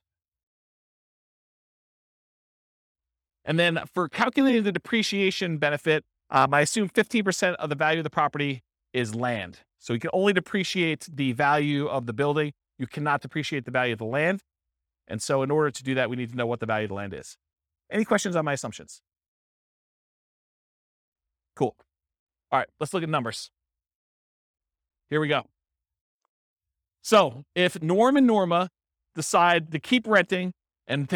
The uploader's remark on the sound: This was a live class recorded